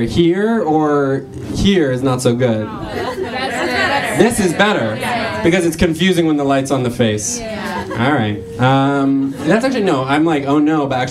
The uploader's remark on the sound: Another live show!